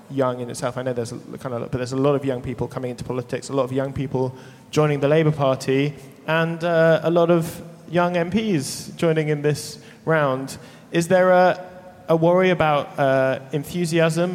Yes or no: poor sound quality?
no